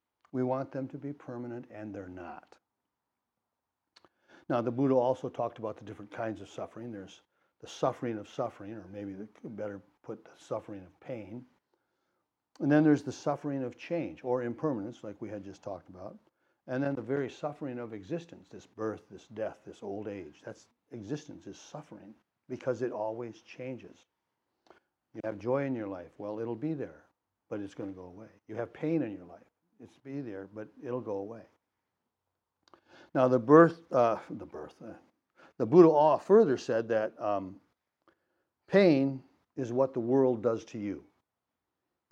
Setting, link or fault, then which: setting, large echoing room